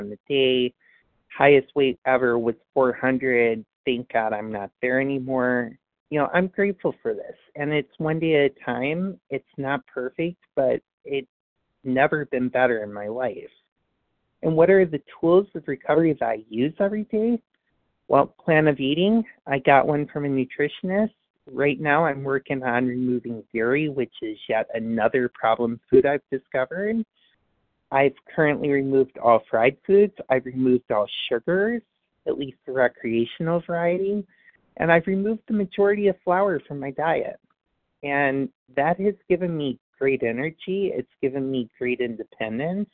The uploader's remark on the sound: from the 100 Pounders Phone Meeting